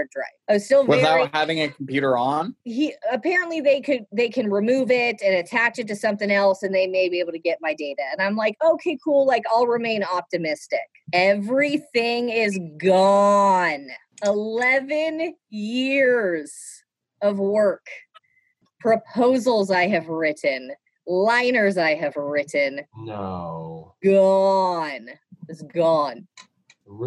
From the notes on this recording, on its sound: Hopefully, this will be our last ZOOM edition of Inside Froggy 92.